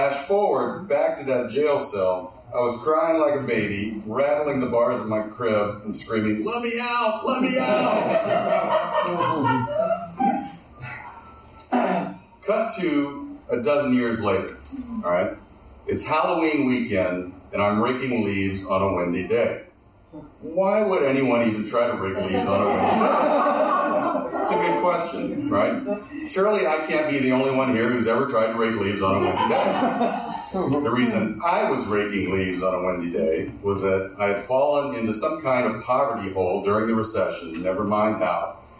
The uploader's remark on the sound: Recorded live at Fitzgerald’s in Berwyn, IL.